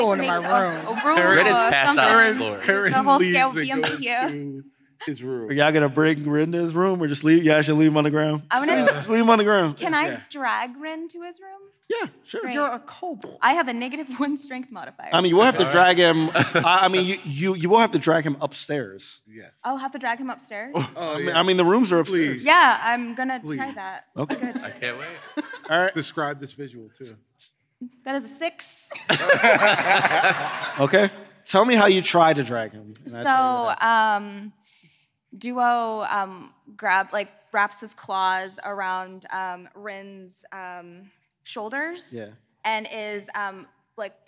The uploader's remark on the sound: Live From C2E2. Perform live at C2E2 in Chicago!